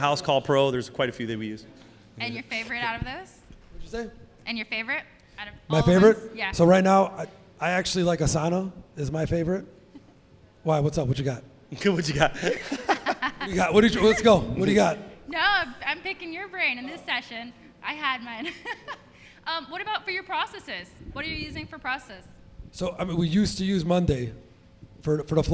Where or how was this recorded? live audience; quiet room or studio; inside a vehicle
live audience